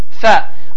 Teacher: Ərəb dilində olan F hərfi, F hərfi, yuxarı kəsici dişləri aşağı dodaqların yaş hissəsinə vurmaqla tələffüz olunur